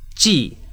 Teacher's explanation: Ji, falling tone, means compute.